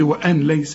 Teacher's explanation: كل نون بعدها لم لا تغن، بيحصل إدغام كامل للنون، وكأن النون غير موجود عشان أريحك، أقول لك وأن ليس واوعى تستعمل لسانك وتقول لي وان ليس لا، ما تستعملش لسانك يا اخي.